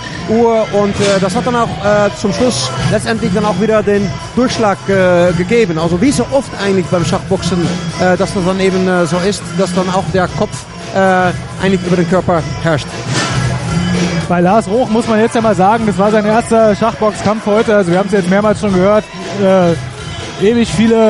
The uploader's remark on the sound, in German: Relive: IFCX Kampf 1. März der Intellectual Fight Club in Berlin statt. War für uns vor Ort. Den IFCX live kommentiert.